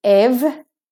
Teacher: Straight from the V to the R. The R or R vowel is missing.